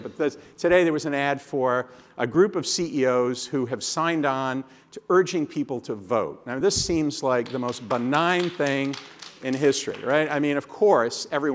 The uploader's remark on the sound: At this year's Annual Conference, … welcomed to the stage.